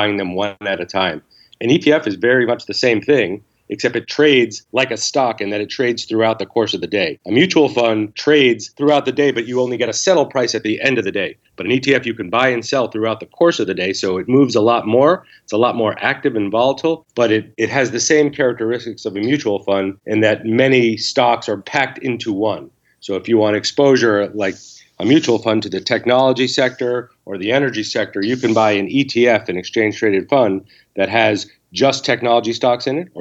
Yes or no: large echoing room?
no